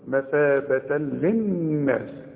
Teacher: عند الوصل فتحتين وبعدها لام، ادغام كامل بدون غنة